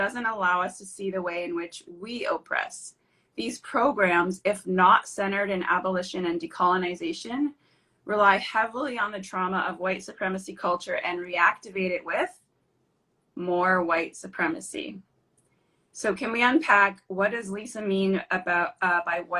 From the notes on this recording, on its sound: This conversation is a replay from an Instagram live interview